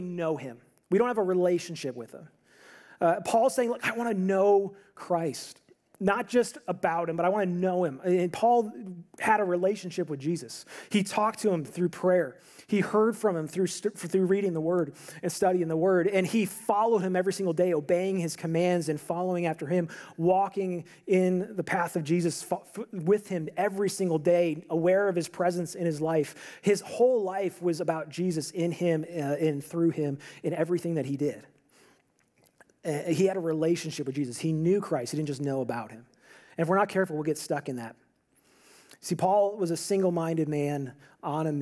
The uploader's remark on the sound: This audio is from a sermon that I preached on New Year's Eve at my church.